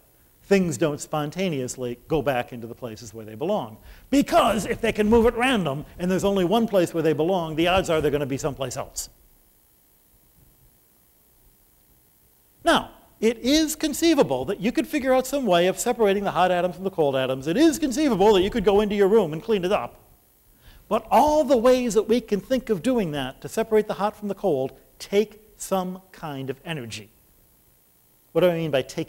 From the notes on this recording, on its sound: at the second Shulman Lecture of 2008 at the Whitney Humanities Center